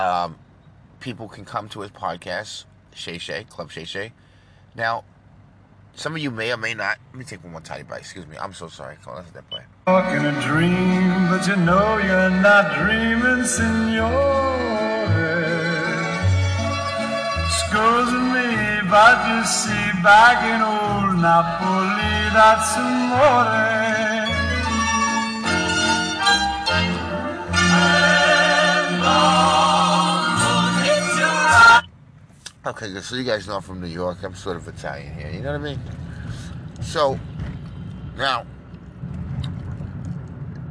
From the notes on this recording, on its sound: the trees sound beautiful the sun is amazing and the birds are extremely loud